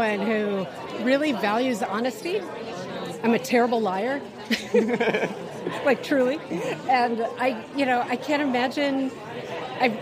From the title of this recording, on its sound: Live From The Celebration of Courage Gala